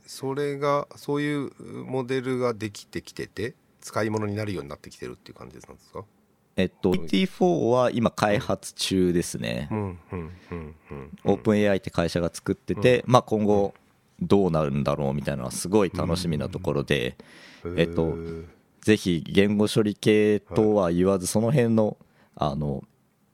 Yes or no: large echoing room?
no